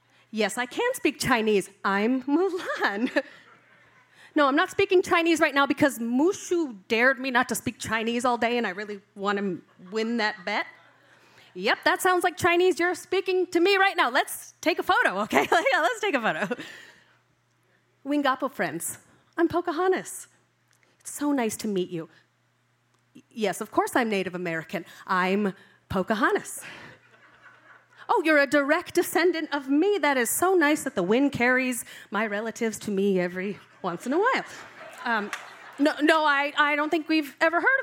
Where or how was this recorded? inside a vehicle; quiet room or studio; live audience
live audience